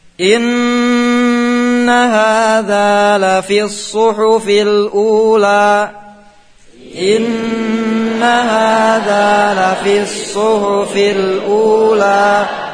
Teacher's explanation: Perhatikan di sini ada tasydid nun, ada tasydid sad. Nun ditahan, sad jangan ditahan.